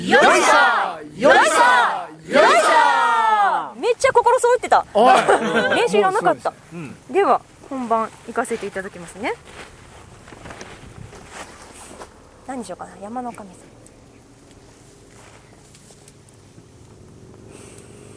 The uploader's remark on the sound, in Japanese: 長野県ビーナスラインの霧ヶ峰高原にて。バイクツーリングをして青空対談収録を開催いたしました。